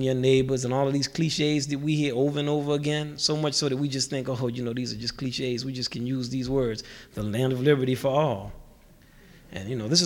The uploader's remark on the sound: This podcast was recorded at the 1988 International Achievement Summit in Nashville, Tennessee